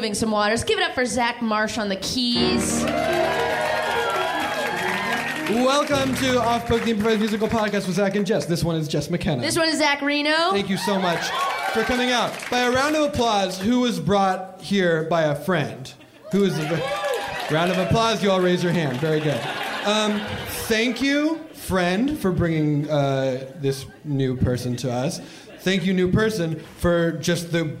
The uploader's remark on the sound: Live from Vancouver